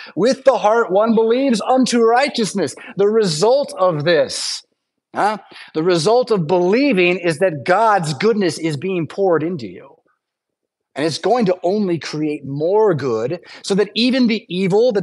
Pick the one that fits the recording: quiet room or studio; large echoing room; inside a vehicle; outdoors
large echoing room